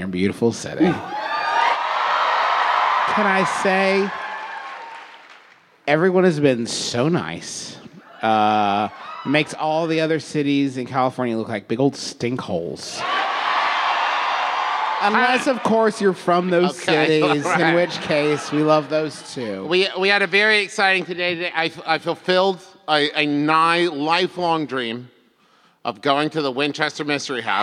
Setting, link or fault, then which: setting, live audience